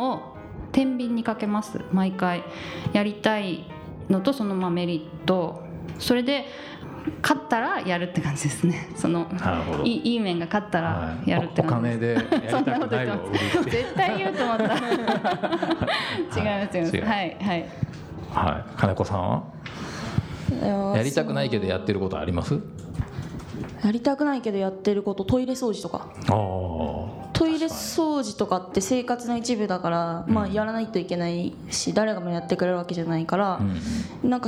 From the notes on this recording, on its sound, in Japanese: 地方のミカタ就活カフェにて 公開収録。